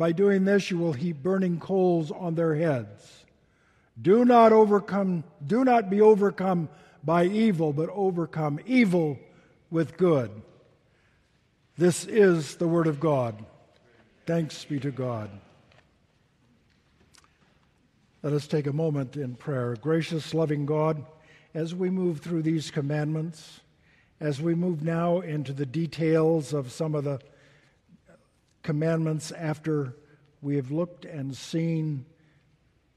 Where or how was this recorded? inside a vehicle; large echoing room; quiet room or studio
large echoing room